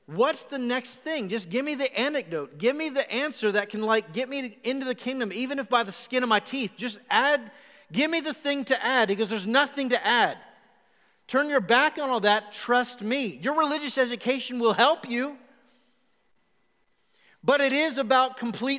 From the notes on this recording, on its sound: Recorded live at The Fellowship in Nashville on January 10, 2021.